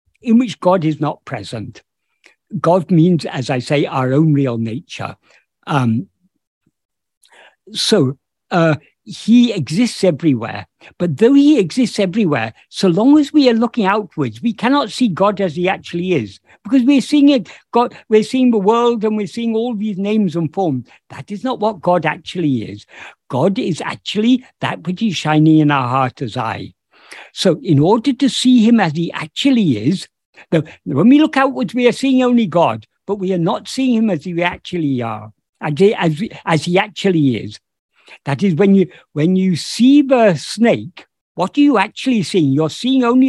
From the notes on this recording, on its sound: In a Zoom meeting with Sri Ramana Center, Houston